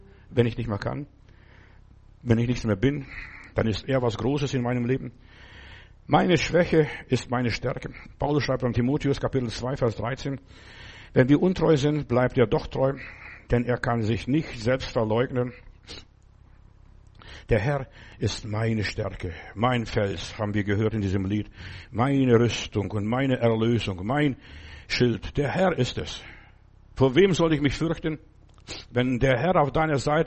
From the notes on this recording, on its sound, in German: November 2023 im Gemeinde-Zentrum in Berlin aufgenommen.